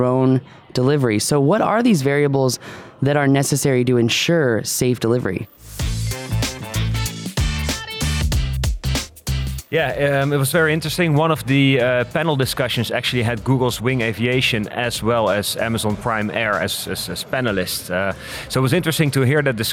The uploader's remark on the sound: Live from 2019 FAA UAS Symposium